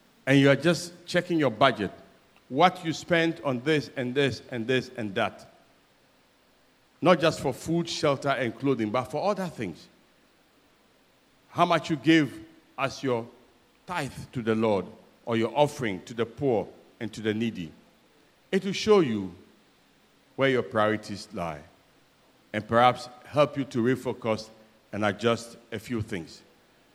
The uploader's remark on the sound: Sermon preached at CBC Adabraka Campus